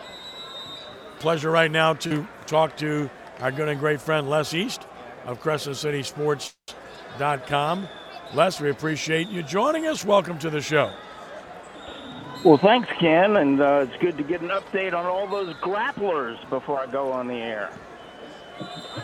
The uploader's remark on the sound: live at wrestling championship